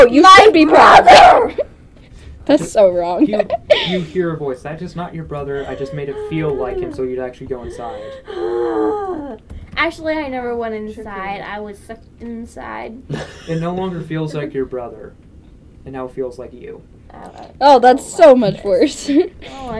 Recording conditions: poor sound quality